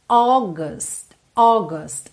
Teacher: esse AU vai soar O, O